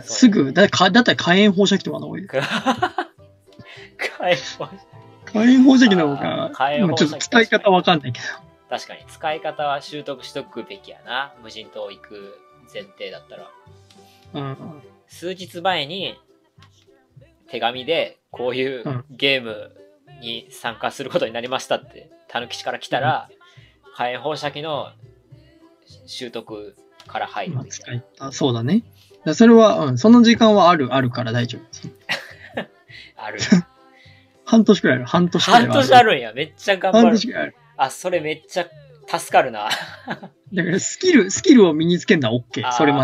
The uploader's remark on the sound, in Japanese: 2020年にYoutubeで配信した音源のアーカイブです。音質や編集にお聞き苦しい箇所があるかと思いますが。